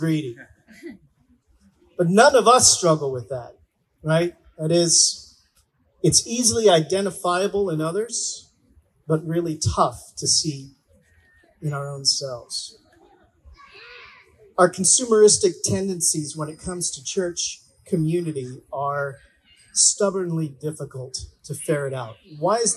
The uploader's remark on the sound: Our service was in the park, so you might hear some music from the children’s service, background laughing, and other general park-sounds.